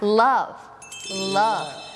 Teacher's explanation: ตัว Lลิ้นมันจะแตะที่หลังฟันบนค่ะ